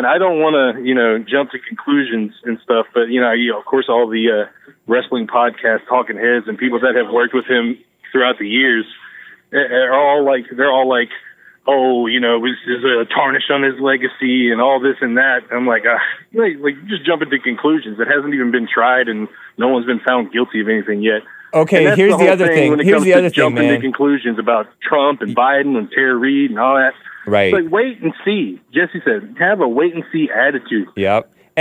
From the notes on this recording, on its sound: Call-in show!